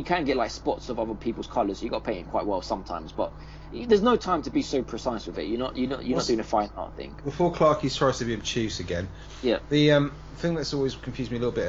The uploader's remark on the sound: Apologies for the slight background hiss throughout